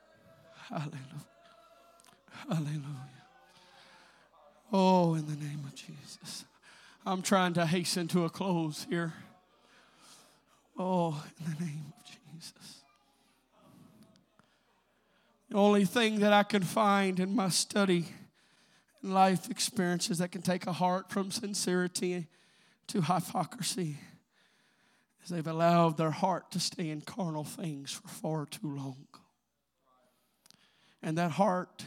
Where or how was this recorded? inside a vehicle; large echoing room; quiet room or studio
large echoing room